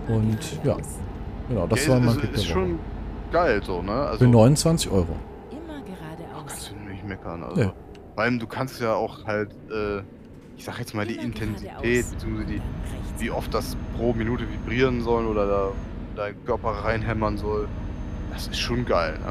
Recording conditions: background noise